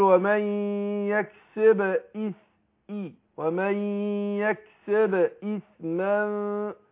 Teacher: احقق برضه الهمزه، الهمزه هنا مكسوره